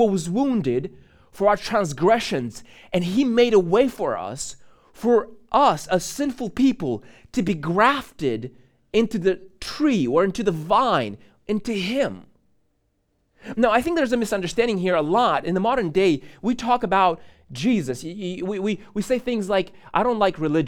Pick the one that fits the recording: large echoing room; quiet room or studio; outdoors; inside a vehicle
large echoing room